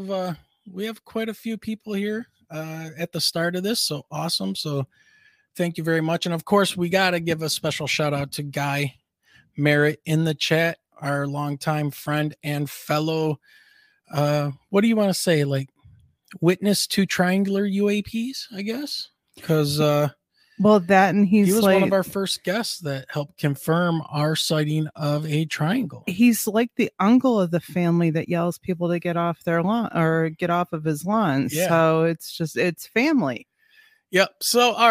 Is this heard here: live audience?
no